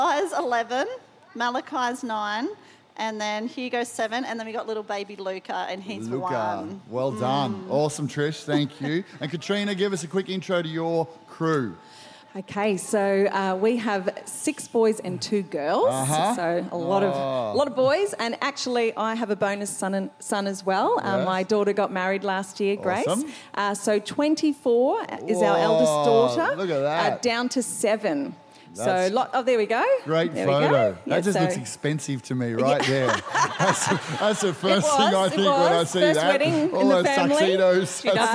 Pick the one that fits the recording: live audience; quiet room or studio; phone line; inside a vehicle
live audience